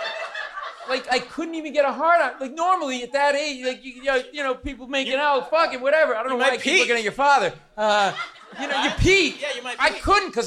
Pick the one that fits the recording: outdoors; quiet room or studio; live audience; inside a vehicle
live audience